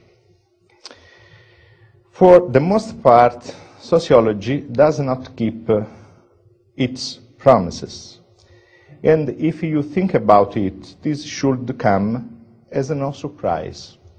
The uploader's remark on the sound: Hayek Memorial Lecture. From the 2008 Austrian Scholars Conference at the Mises Institute; Auburn, Alabama.